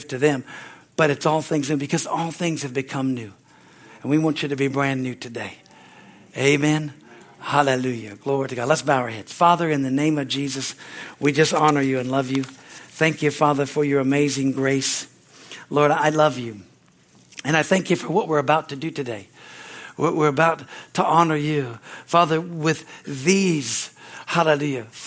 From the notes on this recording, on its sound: from the Sunday, Service on September 10, 2023 at Harvest Bible Church Stockton, California